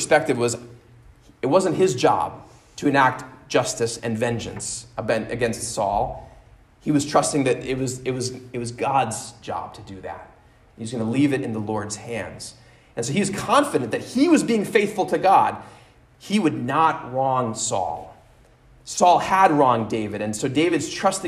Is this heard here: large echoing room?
yes